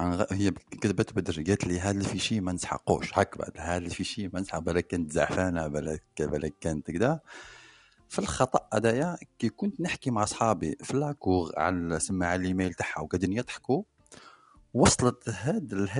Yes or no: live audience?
no